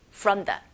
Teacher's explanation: 그리고 from the. 기능어니까 짧고 약하게 훅.